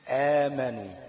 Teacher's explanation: آمنوا أصلها زي ما قلنا كده إيه؟ آمنوا، همزتين ورا بعض التانية ساكنة · Term: إبدال